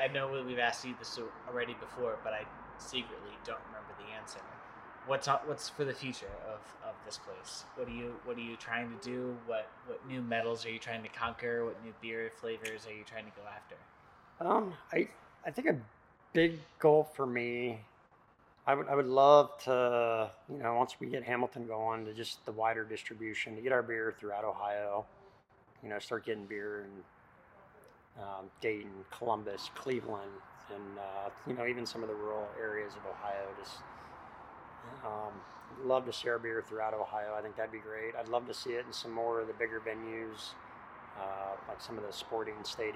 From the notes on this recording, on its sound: Third Eye Brewing Company in Sharonville, Ohio. This episode was recorded at Third Eye Brewing Company.